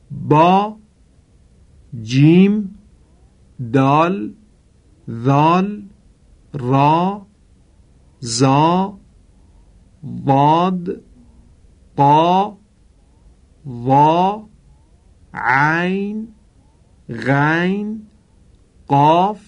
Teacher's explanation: در میان الفبای زبان عربی تلفظ این حروف با ارتعاش تارهای صوتی همراه است